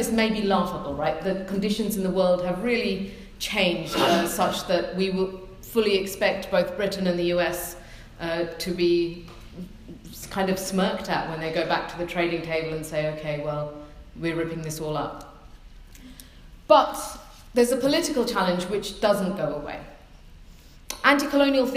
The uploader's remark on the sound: a recording of a keynote address given on March 16th 2017 at the AFK-EUPRA Joint Conference